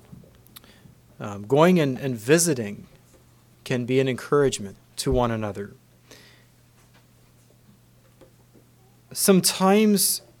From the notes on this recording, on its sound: Message preached at Word Of Hope on July 23, 2023